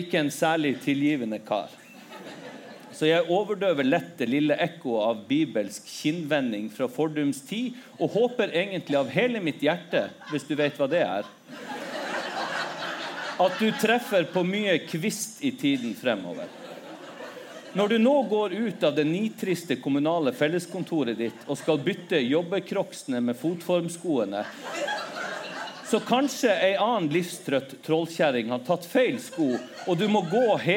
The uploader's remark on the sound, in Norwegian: LivePod fra Vulkan Arena i Oslo! Juni hadde vi et LiveShow i selveste hovedstaden.